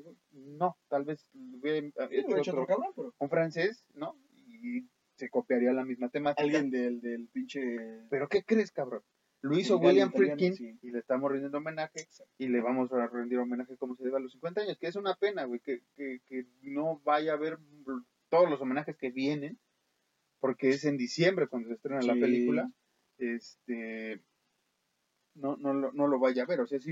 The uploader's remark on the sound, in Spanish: DISCULPE LOS PROBLEMAS EN EL AUDIO, UN DEMONIO SABOTEO ESTE EPISODIO.